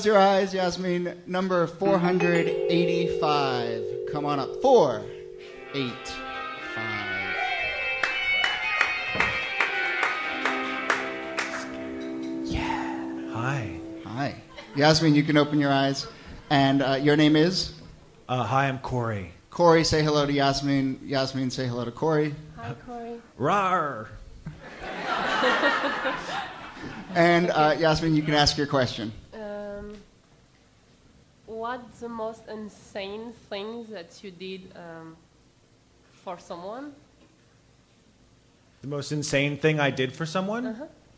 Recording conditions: live audience